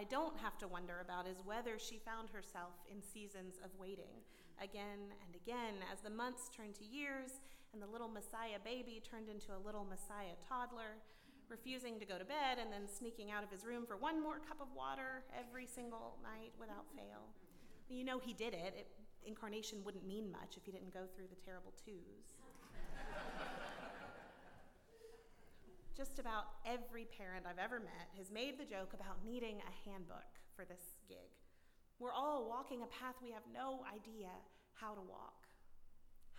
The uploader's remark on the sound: at Northminster Church on December 1, 2019